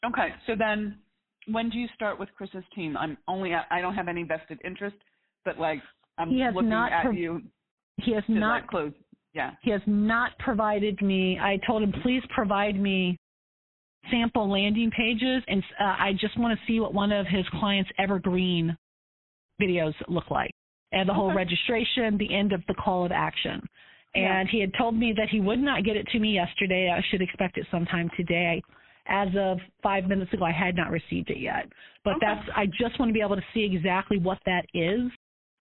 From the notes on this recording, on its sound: We take you behind the scenes and allow you to listen in to the coaching I do with clients. All of these coaching calls have been recorded with permission from my clients.